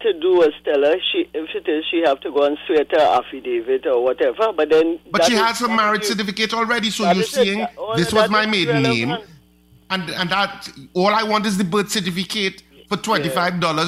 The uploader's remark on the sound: During this hour we take calls from our audience